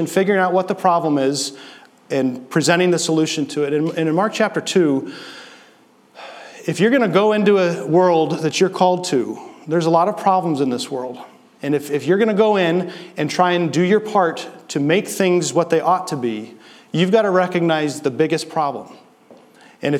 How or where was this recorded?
large echoing room